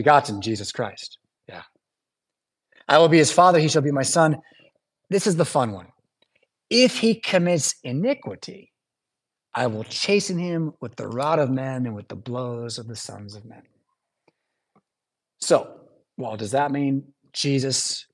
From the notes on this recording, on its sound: Preached at St Paul Lutheran Church , Rockford, Illinois on January 21st, 2023.